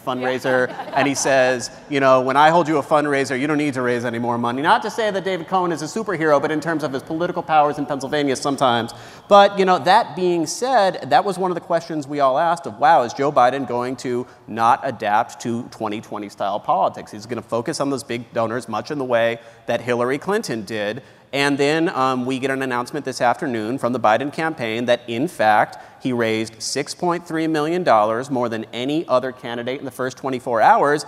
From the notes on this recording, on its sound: Recorded in front of a live audience at the National Constitution Center in Philadelphia.